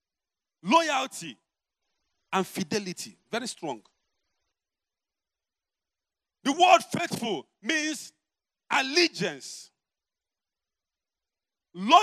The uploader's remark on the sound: preached at the Overcomers Church World Outreach